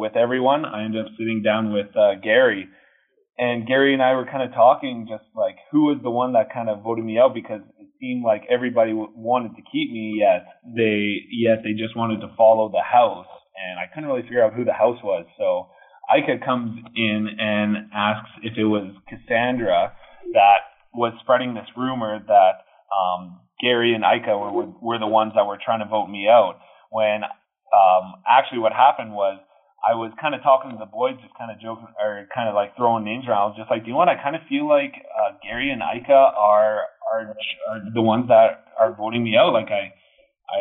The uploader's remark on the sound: This is our phone interview